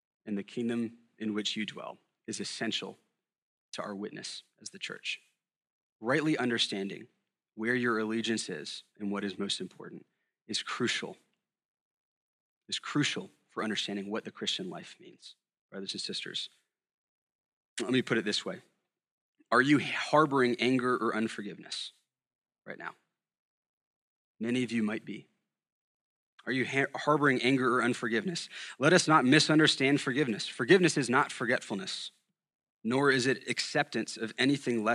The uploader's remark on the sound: at Sojourn Galleria Church